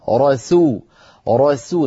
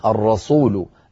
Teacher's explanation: من جملة ذلك أيها الأخت الكريمة، آمن الرسول، الراء مفخمة سو مرققة، رسو رسو، ننتقل من راء مفخمة لسين مرققة، إن لم نفعل خرجت معنا الرسول، آمن الرسول، صارت السين صادا بسبب أننا انتقلنا من راء مفخمة إلى سين مفخمة · Shown in: first take